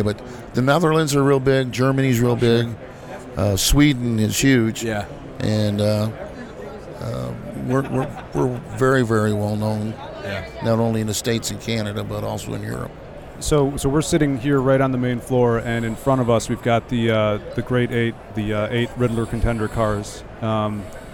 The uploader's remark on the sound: at the Detroit Autorama live on the show floor